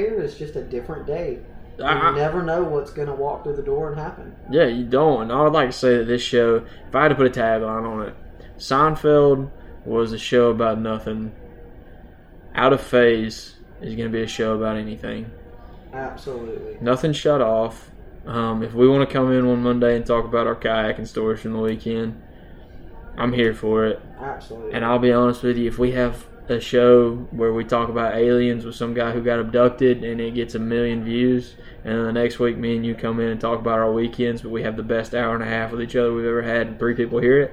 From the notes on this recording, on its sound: Why we're coming to you live from a package store.